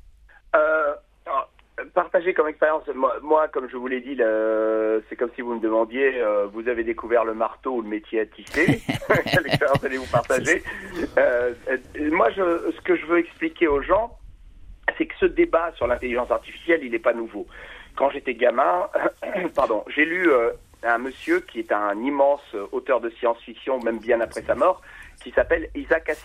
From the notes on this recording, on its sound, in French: accompagné au téléphone